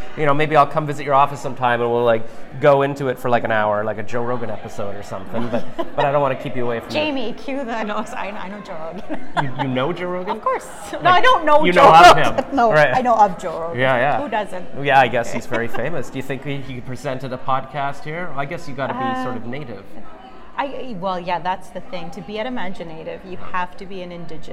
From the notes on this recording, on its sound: at their press launch (Sep 15, 2023) during #TIFF23